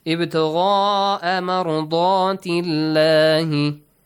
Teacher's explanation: Why the letter lam in the word Allah is pronounced lightly? Because before it is a kasra. Before the word Allah, we have a kasra sound.